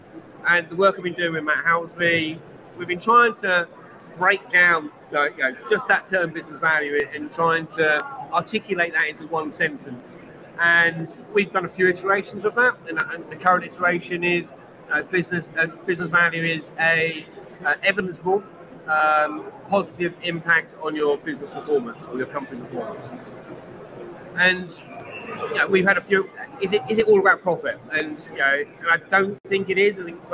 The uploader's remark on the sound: Live from #meandatastreets of Big Data London